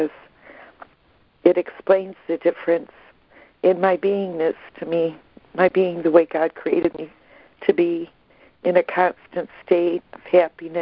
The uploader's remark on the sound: ACIM Daily Conference Call.